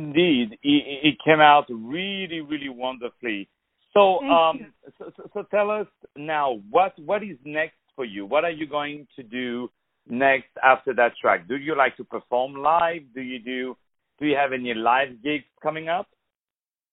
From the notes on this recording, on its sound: On the phone